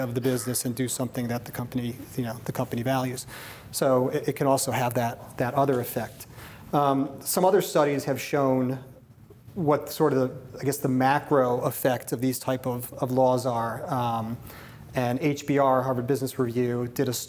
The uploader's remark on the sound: Before a live audience at Akerman’s Labor & Employment Summit in Santa Monica, California.